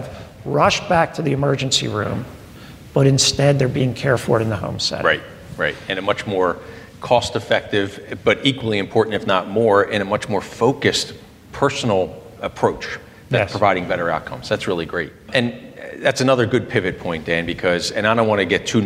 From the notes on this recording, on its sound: We had the pleasure of hosting an intimate conversation. In front of a live studio audience at their state-of-the-art customer experience center, Independence LIVE.